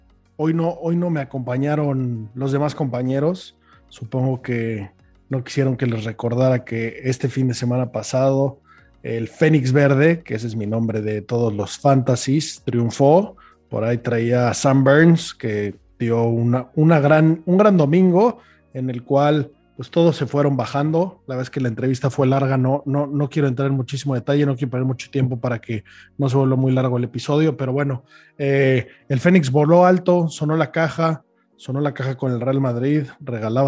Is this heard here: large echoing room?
no